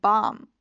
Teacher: 这个 a 在美音中呢，经常是可以把它发的嘴巴很大的